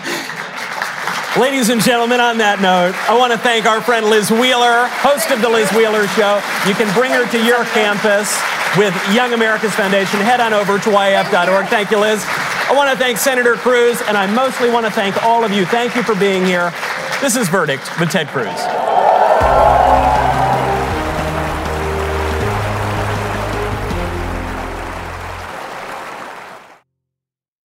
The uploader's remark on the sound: Live from the swamp at Catholic University. A one-of-a-kind, never-seen-before, all-mailbag live episode.